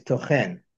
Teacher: tochen is the stress on the last syllable. It's tochen, which is a verb.